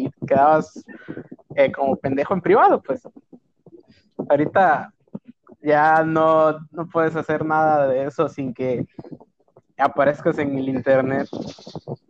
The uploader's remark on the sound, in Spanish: Se Ira mejorando el audio.